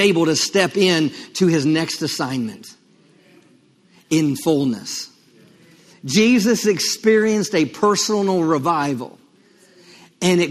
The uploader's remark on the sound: LIVE Midweek Service